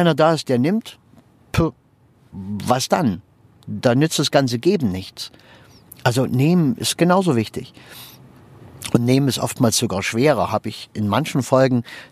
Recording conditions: inside a vehicle